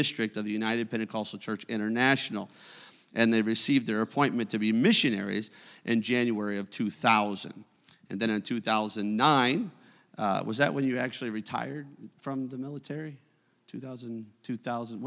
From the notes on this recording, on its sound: a service recording from Connect Point UPC